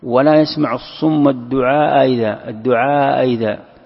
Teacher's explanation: ولك أن تسهل، والتسهيل أن تنطق بين الهمزة والحرف، بين الهمزة والحرف، فتقول ولا يسمع الصم الدعاء إذا، الدعاء إذا، فتفتح الهمزة الأولى وتعطيها نوع من حرف الألف